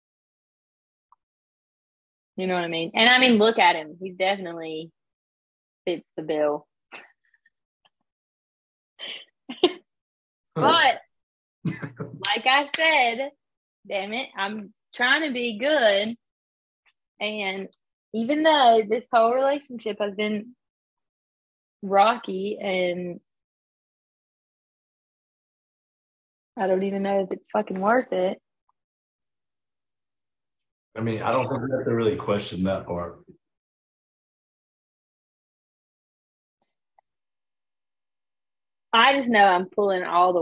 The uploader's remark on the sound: Sorry for the audio quality we are between states currently.